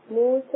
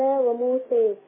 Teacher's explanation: تعملي لها الفتح والتقليل. موسى وموسى بالضبط